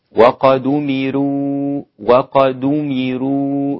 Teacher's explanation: لابد من ترقيق الراء لورش، وقد أمروا، وقد أمروا رو وليس رو، في فرق بين الراء المضمومة المفخمة والراء المضمومة المرققة، وهي لا توجد إلا عند ورش هذه الثانية.